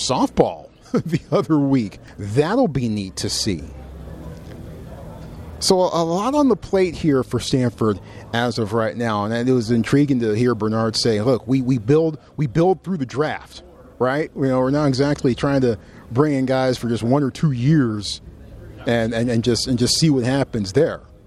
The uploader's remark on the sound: Live from Pac-12 Football Media Day in Las Vegas